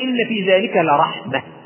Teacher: إذا وقفت على رحمة الثانية كيف تقف عليها؟ تقول مثلا إن في ذلك لرحمة، تقف عليها وتقول إن في ذلك لرحمة بالهاء · Term: هاء التأنيث